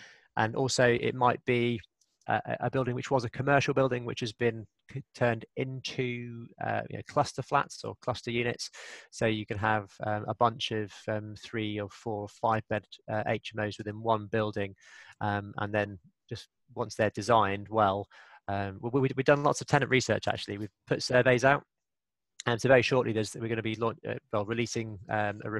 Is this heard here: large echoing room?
no